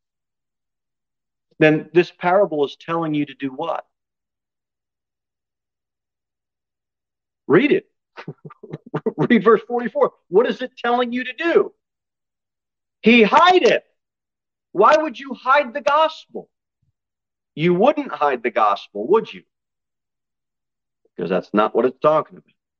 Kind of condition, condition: setting, large echoing room